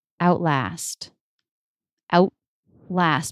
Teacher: O-U-T-L-A-S-T. Now, the last T is going to be a true T here. It's part of a cluster.